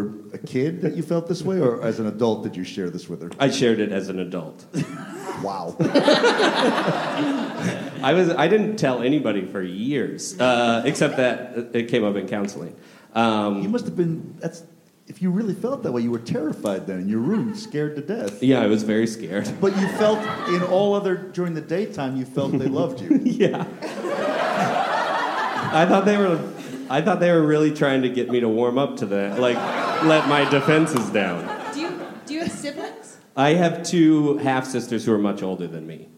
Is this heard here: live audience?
yes